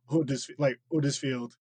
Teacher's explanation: people from here do not pronounce the H